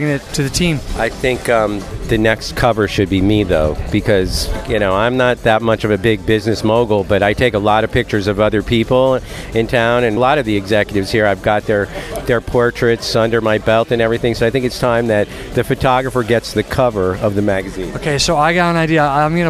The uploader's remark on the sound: LIVE from the Launch Party of Issue No 1